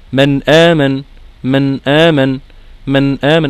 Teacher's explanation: في حالة الإظهار الغنة موجودة في جسم النون نفسها. من آمن، من آمن، من آمن، الدليل سد المخرج.